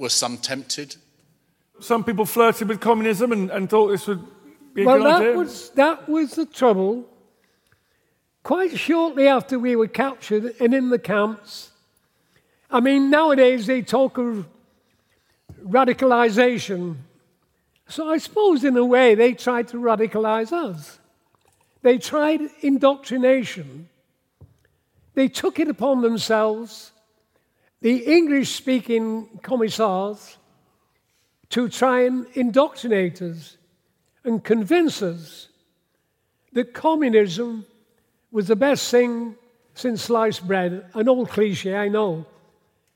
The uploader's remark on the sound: Taken from the 2021 Gloucester History Festival